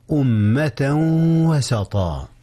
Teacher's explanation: أمة وسطا، جاء الإدغام هنا يا أستاذنا. إنه إدغام بغنة بين تنوين أمة وبين واو وسطا